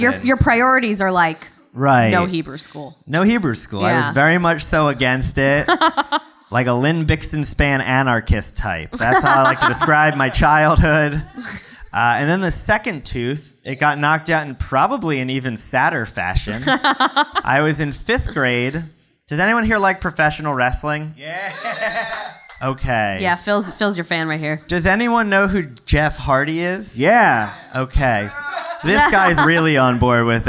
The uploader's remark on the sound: Live from Le Poisson Rouge